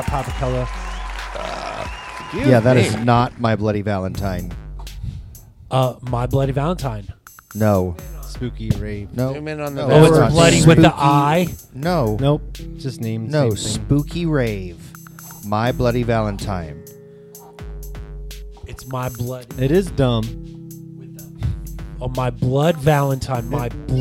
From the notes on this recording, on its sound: Filmed in front of a live Studio Audience